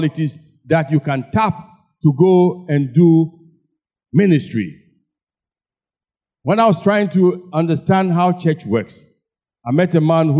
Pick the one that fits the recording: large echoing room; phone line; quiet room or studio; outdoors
large echoing room